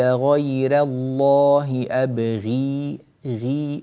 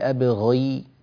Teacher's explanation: الغين أكاد أن أقول لك إنها مرققة · Shown in: first take · علماء القراءة والتجويد لا يسمون الغين حرف ترقيق، هي حرف تفخيم، لكنهم يقولون في أقل درجات التفخيم أو في أقل مراتب التفخيم نكاد أن نقول إنها مرققة.